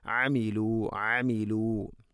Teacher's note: അയിന് തൊണ്ടയുടെ മധ്യഭാഗമാണ് അതിൻ്റെ ഉച്ചാരണം, മഖ്റജ്.